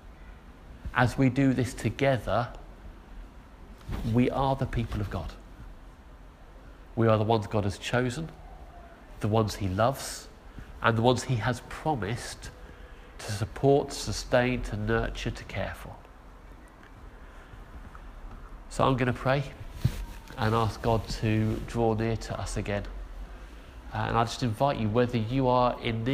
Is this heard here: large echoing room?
yes